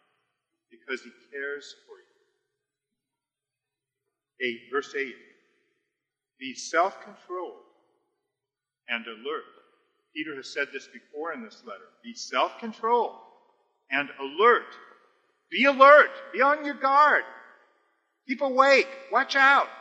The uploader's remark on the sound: We apologize for the low audio quality. We had some technical difficulties.